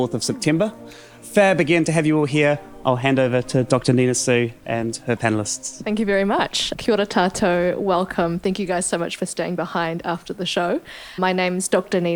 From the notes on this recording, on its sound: Recorded live at the ASB Waterfront Theatre after a performance of 'Things That Matter'.